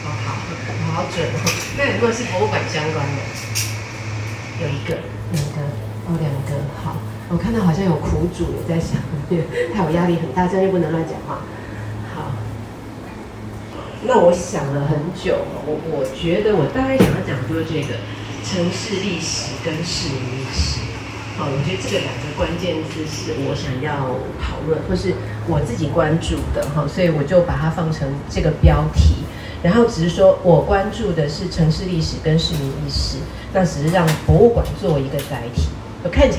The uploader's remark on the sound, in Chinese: 本集節目為《臺北．城市．博物館》新書座談活動側記音檔。活動現場錄音，聲音無法與錄音室匹敵，敬請見諒。臺北．城市．博物館》新書講座。